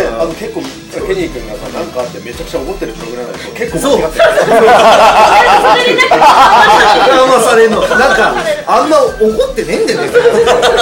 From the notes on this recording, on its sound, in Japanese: 今回は３月１４日に行われた弾き語りライブ「NOIS」の出演者と居合わせた方で、打ち上げで収録しました。要は座談会！！